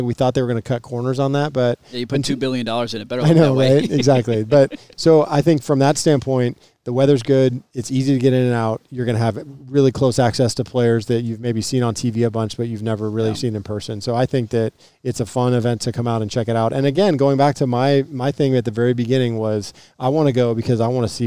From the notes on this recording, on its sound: Live out at Pumpkin Ridge for the opening round of the LIV tournament. A historic day for golf in Portland.